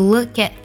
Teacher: look at 连读， at 特的音呢直接省掉